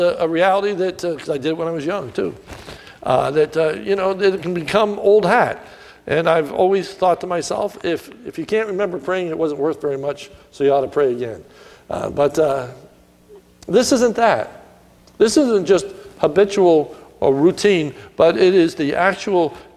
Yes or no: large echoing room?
yes